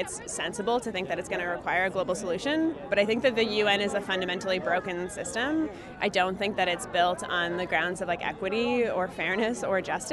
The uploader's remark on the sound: on the last day of the conference, we caught up with a few youth groups from around the world